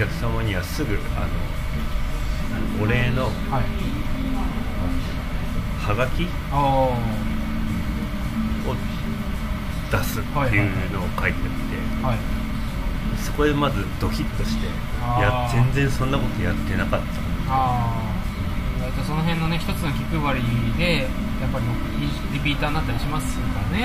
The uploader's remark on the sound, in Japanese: 飲食店での打ち上げトークのためノイズ多めでお送りしています。